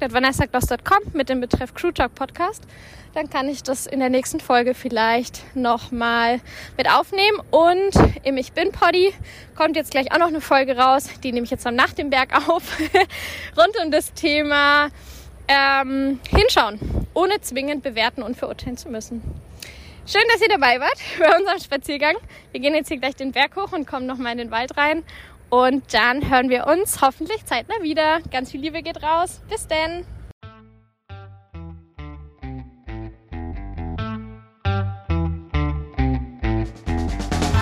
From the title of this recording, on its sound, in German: live vom Spaziergang